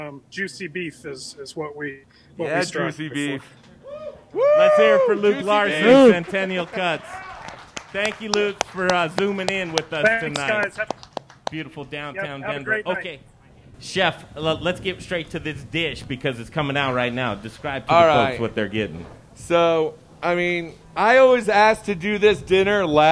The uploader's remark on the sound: Live from Pizza Republica - Downtown Denver